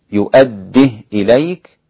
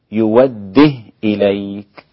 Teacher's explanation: حمزة وقفا يوده، ودي قاعدة حمزة، إذا وقف على الكلمة التي فيها همزة أبدلها · Shown in: second take · Term: إبدال الهمزة